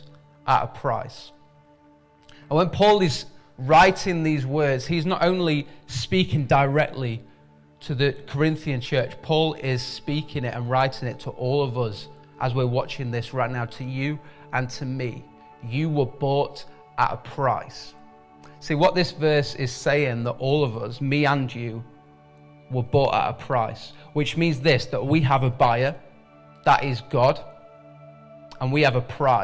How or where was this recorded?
large echoing room